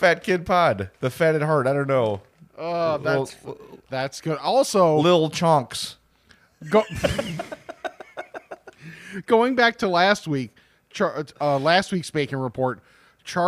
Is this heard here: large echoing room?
no